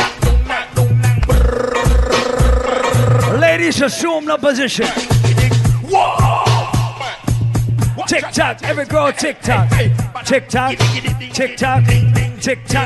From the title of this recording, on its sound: LIVE AUDIO: ISLAND SATURDAYS 90s VS 2000s BASH PT2